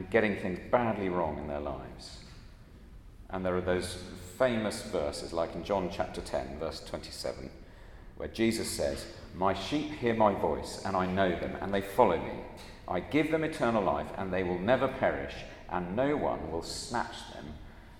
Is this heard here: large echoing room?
yes